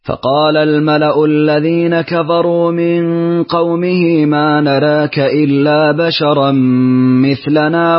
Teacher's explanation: نعطف ورشا بتقليل نراك